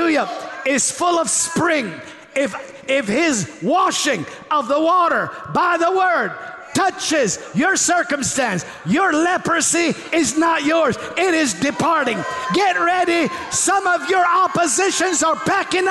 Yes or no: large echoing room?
yes